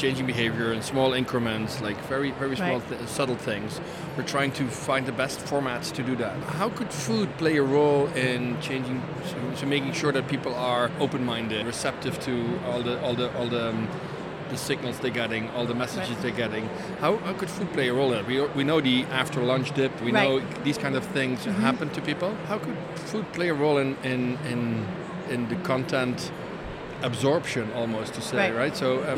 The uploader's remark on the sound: Live from #IMEXAmerica